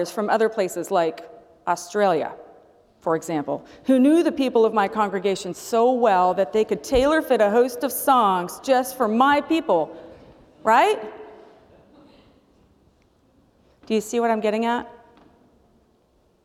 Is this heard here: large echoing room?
yes